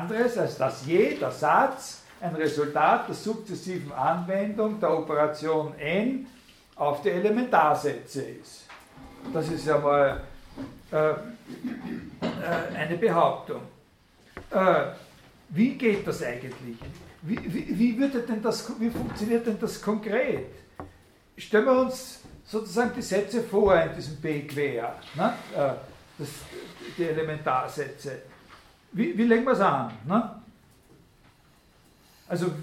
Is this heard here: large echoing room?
yes